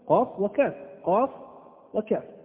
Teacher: فالقاف فوق ثم يليها الكاف، كلاهما من أقصى اللسان